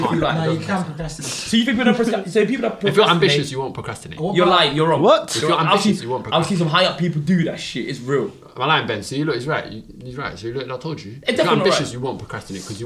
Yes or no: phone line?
no